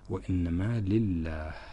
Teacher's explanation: يرقق اللام لأنه مسبوق بحرف مكسور، لام الجر كانت مكسورة، وبالتالي هذه الكسرة كانت سببا في ترقيق لفظ الجلالة.